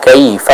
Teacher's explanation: Yang tepat kita baca ya biasa kaifa dengan lembut, tanpa ada tekanan, tanpa ada vokal yang berubah ke huruf e, ya. Bukan kaifa, bukan juga kaifa, tapi kaifa dengan lembut seperti biasa. · Term: hukum lin